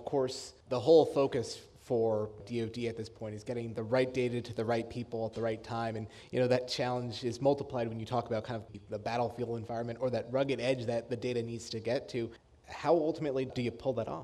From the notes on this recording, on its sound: On this episode, we present a Federal News Network-moderated panel of agency chief data officers at ATARC’s GITEC Summit in Annapolis, Maryland.